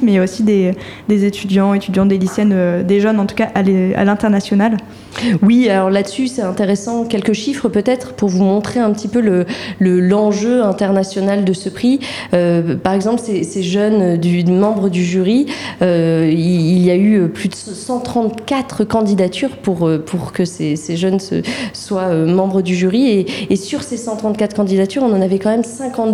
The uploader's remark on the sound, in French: La Méridienne en direct du Prix Liberté.